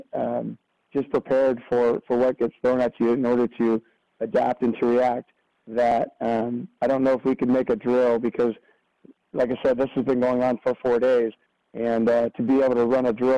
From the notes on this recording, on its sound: talks over the phone